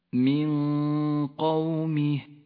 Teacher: تخفى النون الساكنة بحرف القاف مع بقاء غنة للنون من غير تشديد · غنة مفخمة لأنها تخرج من الخيشوم مع مخرج حرف القاف متجافيا عنه قليلا · Term: الإخفاء